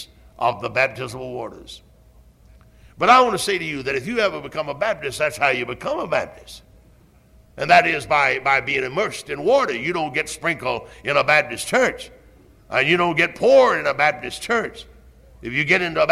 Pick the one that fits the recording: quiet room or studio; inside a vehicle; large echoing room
large echoing room